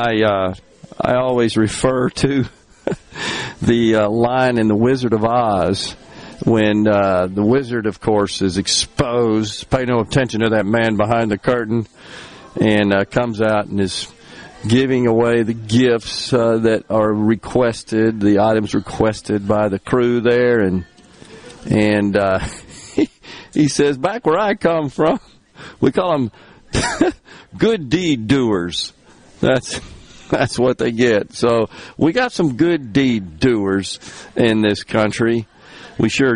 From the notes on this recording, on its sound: coming to you LIVE from Carter Jewelers on High Street in Jackson as folks make their last minute gift purchases